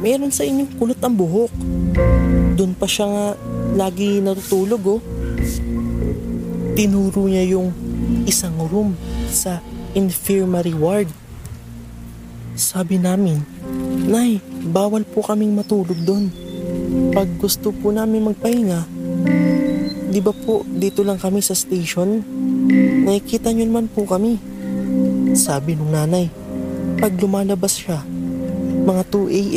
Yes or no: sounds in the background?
yes